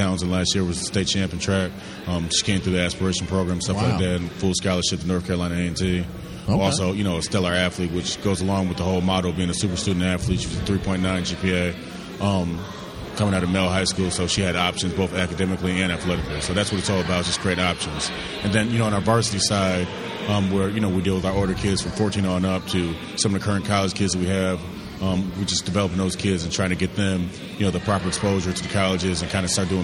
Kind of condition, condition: setting, busy venue